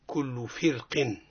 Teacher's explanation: ضعف الراء لوقوعها بين كسرتين فرق. هنا كسرة سبقتها هي الفاء وكسرة بعدها متاع القاف هي ضعفت استجابت لهما. · Term: الترقيق